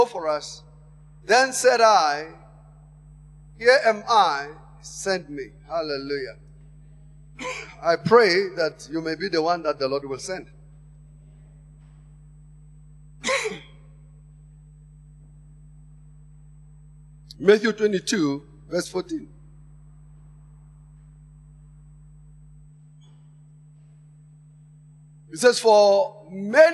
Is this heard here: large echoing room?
yes